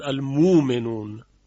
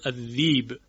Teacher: ابدال همزه کلماتی مانند المؤمنون که میخواند المومنون